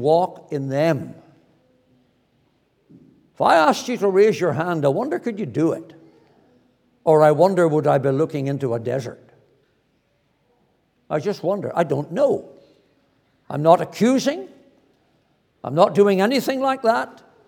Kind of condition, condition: setting, large echoing room